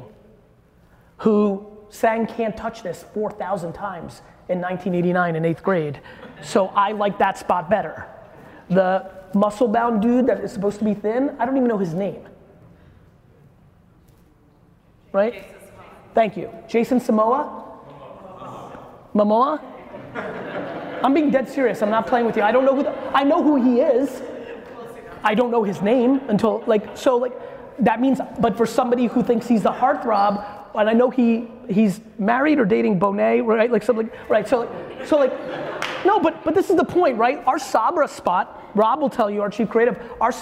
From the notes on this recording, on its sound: that we did live in New York